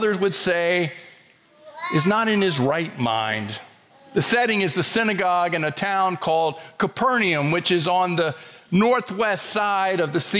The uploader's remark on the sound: preached on Sunday, February 4, 2024 at First Presbyterian Church of Allentown